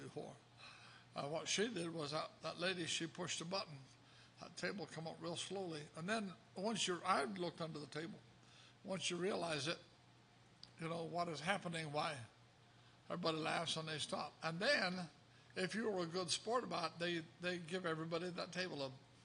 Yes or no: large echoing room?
yes